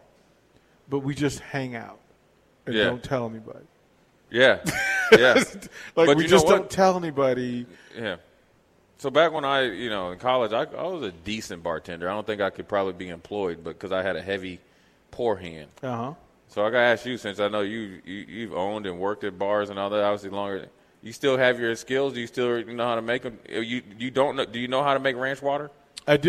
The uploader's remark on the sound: LIVE from Mary Ellen's